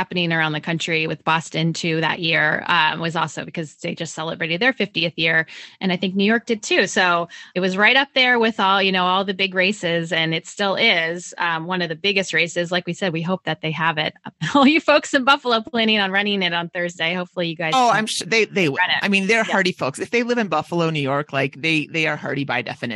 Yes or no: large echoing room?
no